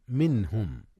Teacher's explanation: إظهار النون قبل الهاء منهم، إذ الهاء من أحرف الحلق